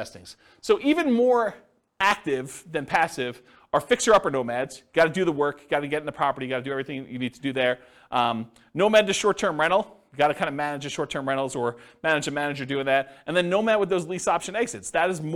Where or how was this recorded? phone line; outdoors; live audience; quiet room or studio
live audience